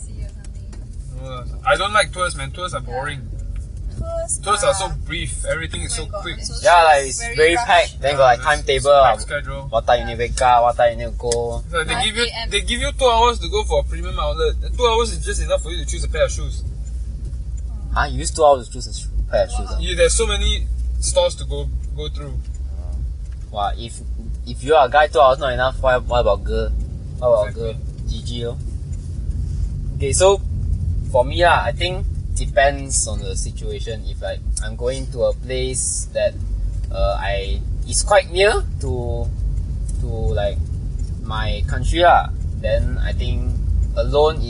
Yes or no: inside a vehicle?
yes